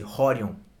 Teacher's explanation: The R sounds like H.